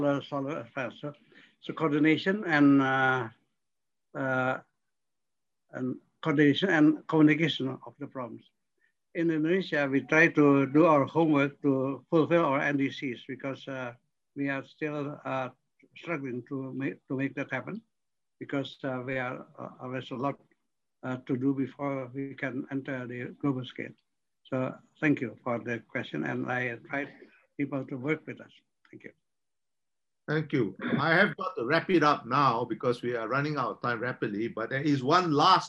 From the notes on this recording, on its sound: This public talk – jointly organised by Doha Forum and Middle East Institute, NUS – was conducted online via Zoom